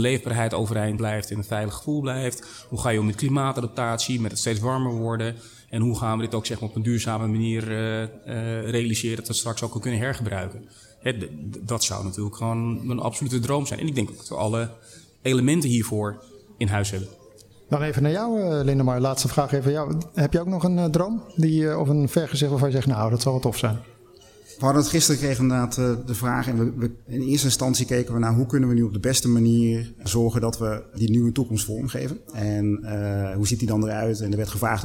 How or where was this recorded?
busy venue